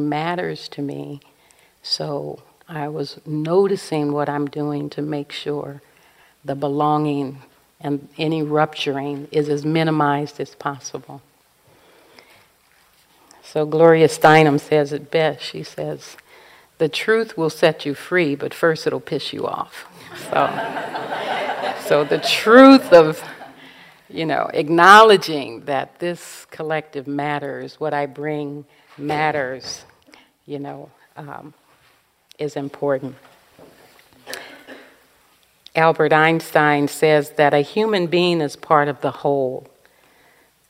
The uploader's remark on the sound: In this dharma talk delivered at a Spirit Rock Dedicated Practitioners retreat.